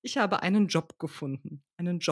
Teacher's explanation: Und wir verkürzen den Vokal und äh, was ganz typisch ist, wir haben die Auslautverhärtung. Also das B sprechen wir ganz deutlich hörbar als P aus.